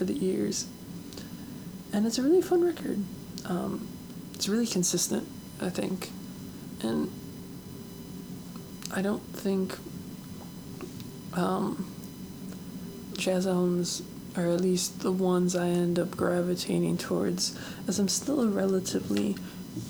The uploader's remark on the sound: Microphone was extra noisy today.